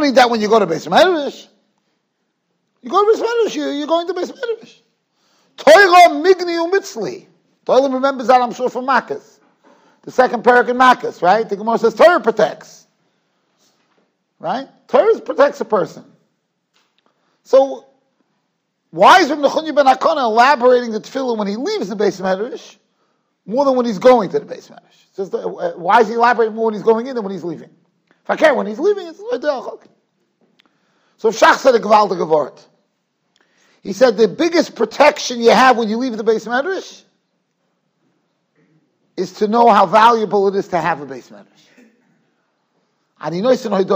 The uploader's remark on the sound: Shiur recorded in Yeshivas Ohr Reuven, Monsey, NY.